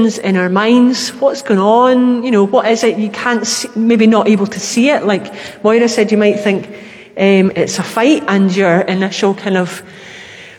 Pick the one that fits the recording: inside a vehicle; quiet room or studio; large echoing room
large echoing room